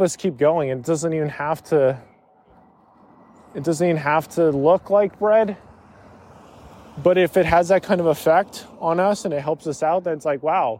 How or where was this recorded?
outdoors